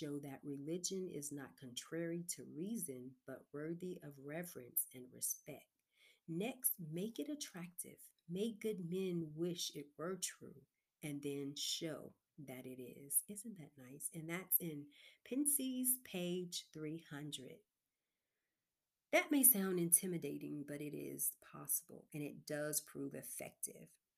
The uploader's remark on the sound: Due To Low Recording Session Headphones May Be Required In This Episode.